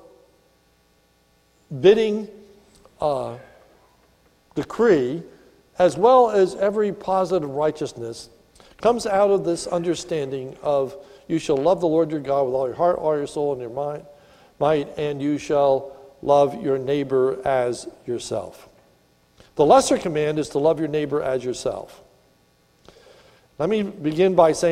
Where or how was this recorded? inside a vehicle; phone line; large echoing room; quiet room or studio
large echoing room